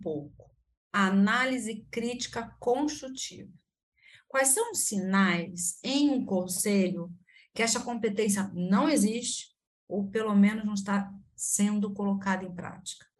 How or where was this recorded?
video call